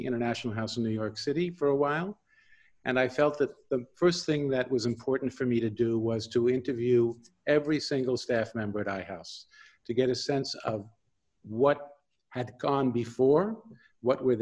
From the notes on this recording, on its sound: This interview was conducted over Zoom.